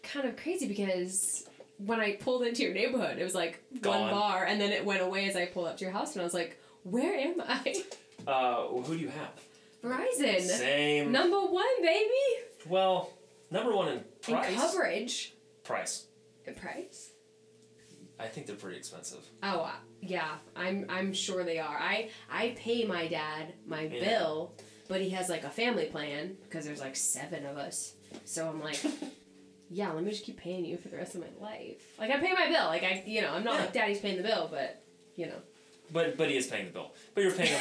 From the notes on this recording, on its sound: Please pardon my audio mistake...I think you can still hear well enough.